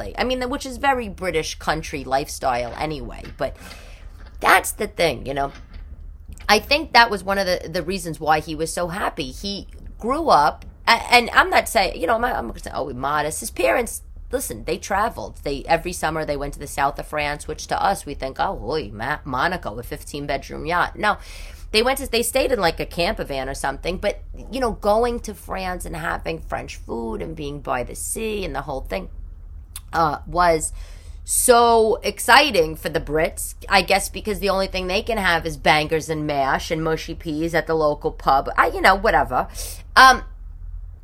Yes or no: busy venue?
no